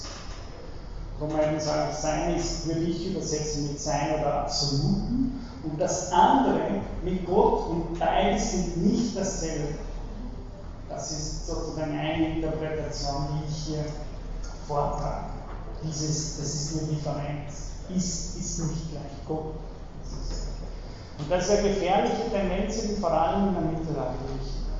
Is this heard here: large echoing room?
yes